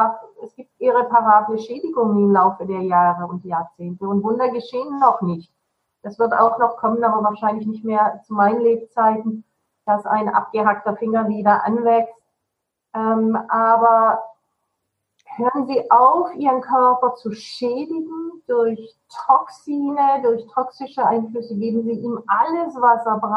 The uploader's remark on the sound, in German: Trotz der leider schlechten Tonqualität